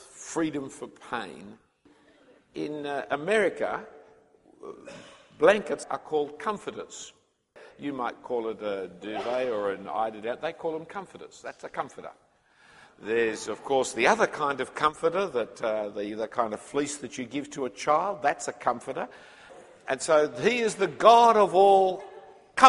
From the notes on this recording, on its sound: The first talk from the Mission Minded Weekend Conference in 2013, for young people considering full time ministry.